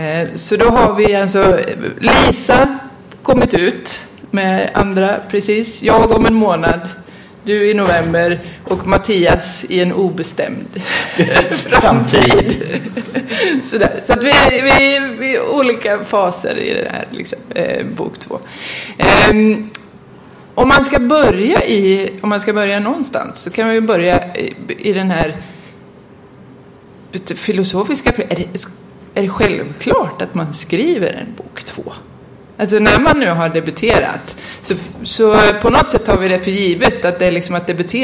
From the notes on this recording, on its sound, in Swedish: Panel på Swecon 2015 – Confuse i Linköping.